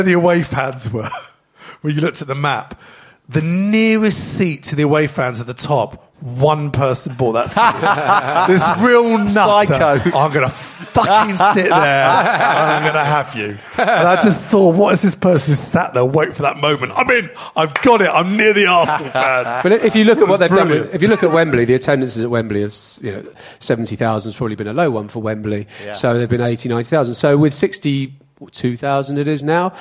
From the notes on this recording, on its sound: Coming live from the Albany on Great Portland St